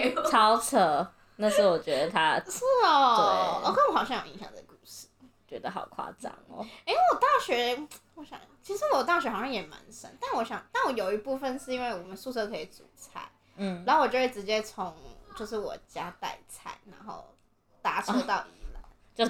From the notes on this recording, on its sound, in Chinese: 第一次錄音，音質請見諒，少女們太吵也請見諒。